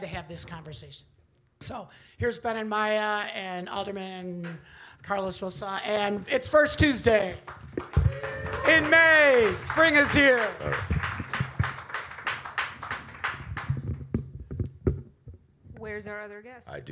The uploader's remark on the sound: Live At The Hideout